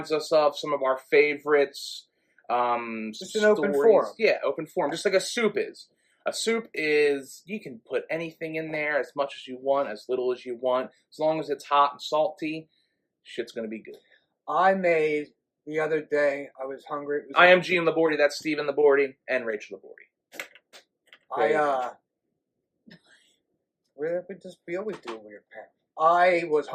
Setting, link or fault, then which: fault, poor sound quality